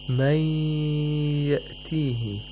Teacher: مَنْ يَأْتِيهِ We have إِدْغَام of Nun Sakina مَعَ الْغُنَّ. The Nun Sakina is not pronounced at all. Instead, it merges into the next letter and makes it مُشَدَّد.